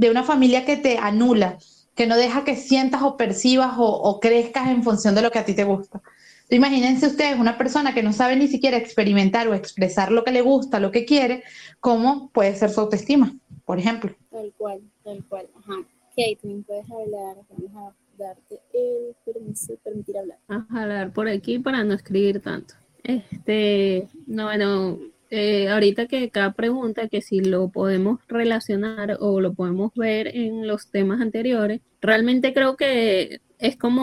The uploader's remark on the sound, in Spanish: un episodio que fue grabado vía un VoiceChat de Telegram